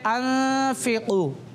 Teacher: تو یہاں پر اکفا ہوگا یعنی گنا کر کے پڑھیں گے. اس لیے اکفا ہوگا کہ نون ساکن کے بعد حروف اکفا میں سے فا آ رہا ہے.